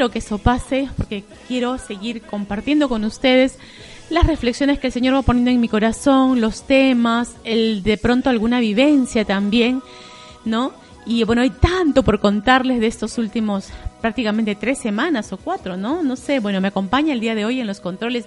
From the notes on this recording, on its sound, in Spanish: Episodio grabado en vivo.